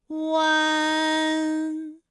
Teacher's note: 乌安的发音的时候呢，是从圆唇的后高元音乌开始。口型迅速的由合口变为开口状